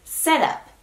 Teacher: Aunque está esa T ahí, casi suena más como una D en inglés.